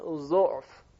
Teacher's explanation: پس اختلاف در ضمه حرف ضاد هست. ادهی از حفص به فتح نقل کرده اند ضعف و ادهی به ضم یعنی ضعف.